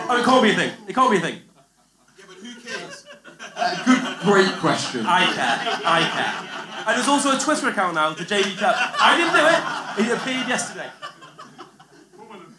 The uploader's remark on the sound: ROMANIA LIVE POD. Joined by over a hundred fellow eggchasers in Bucharest for our first live podcast. A well lubricated live audience that brought more than a few surprises of their own!